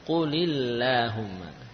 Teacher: kalau ada kata kul sebelumnya sehingga lamnya jadi kasrah, maka lam pada Allahumma jadi tipis qulillahumma.